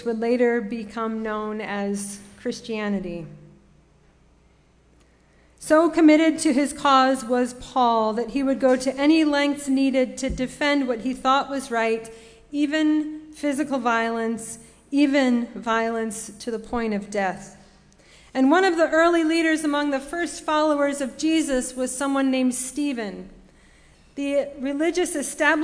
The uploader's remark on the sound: Sermon preached at RCHP